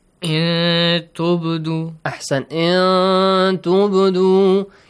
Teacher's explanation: In tubdu. You hide the sound of the noon and you produce a nasal sound. · Term: ikhfa